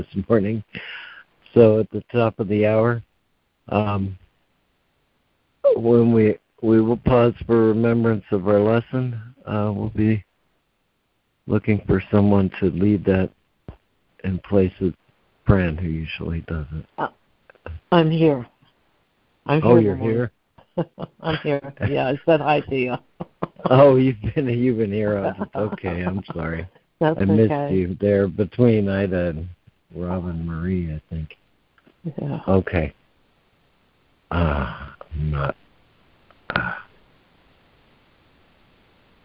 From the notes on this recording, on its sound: ACIM Daily Conference Call.